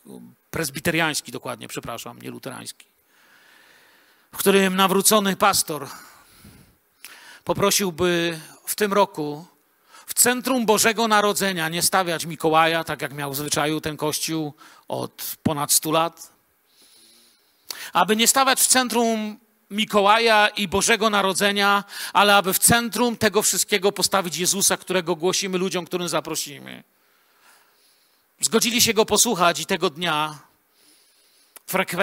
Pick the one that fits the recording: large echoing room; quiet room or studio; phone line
large echoing room